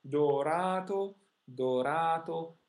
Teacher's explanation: The stressed syllable is followed by a single consonant, and it's absolutely long and supported · Term: long vowels